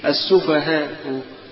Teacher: الروم يعني بيظهر الحركة اللي هي الضمة على تسهيل آخرها